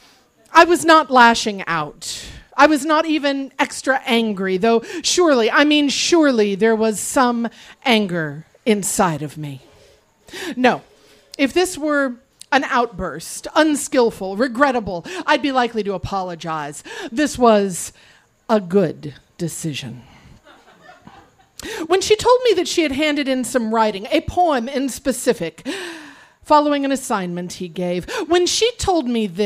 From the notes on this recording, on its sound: Recorded live on 13 October 2015 at Tiger!Tiger! Tavern in San Diego, California.